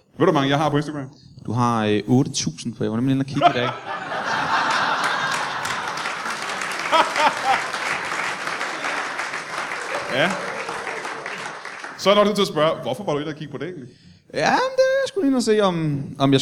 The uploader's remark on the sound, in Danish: Live fra Comedy Zoo København